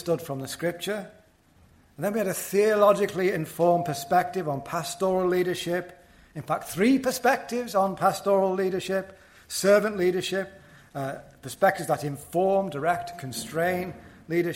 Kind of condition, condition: setting, large echoing room